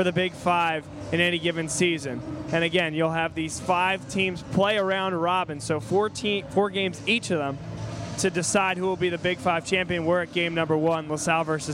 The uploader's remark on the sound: Live From The Palestra